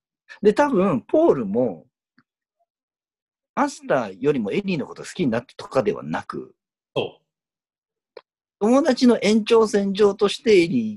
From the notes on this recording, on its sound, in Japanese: 今回もリモートで収録しております。